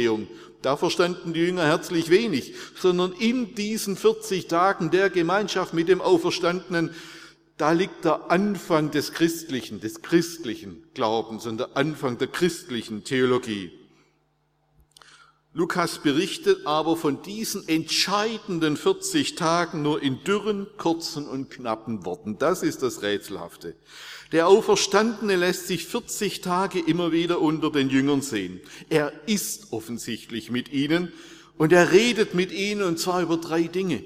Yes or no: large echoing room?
yes